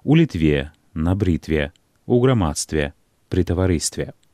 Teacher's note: гук «т» не змяняецца на мяккі ў формах назоўнікаў на «тва» і «тво»